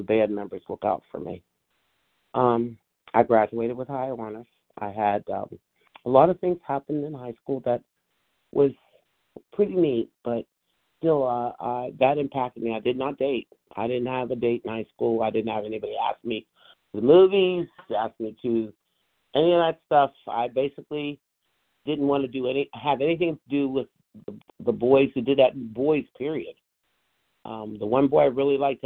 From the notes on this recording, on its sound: from the 100 Pounders Phone Meeting, 1/17/24